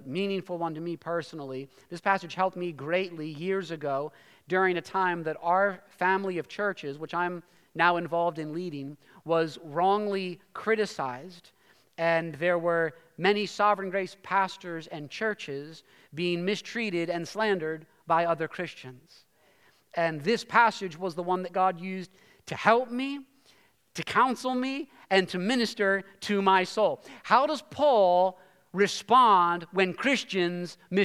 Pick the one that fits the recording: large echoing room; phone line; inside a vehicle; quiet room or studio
large echoing room